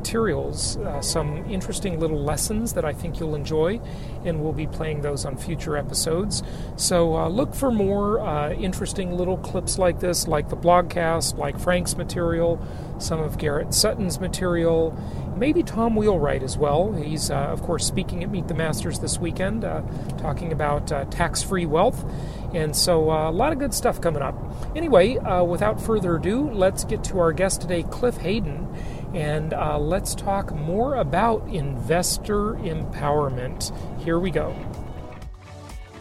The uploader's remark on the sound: Does the show from the car on his way to Meet the Masters this weekend.